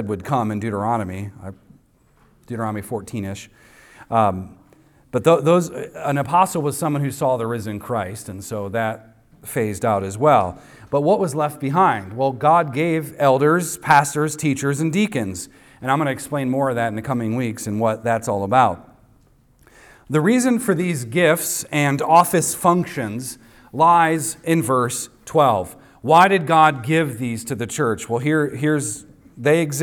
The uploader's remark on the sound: recorded on Sunday, May 28th, 2023, at the weekly worship gathering of Cross & Crown Church.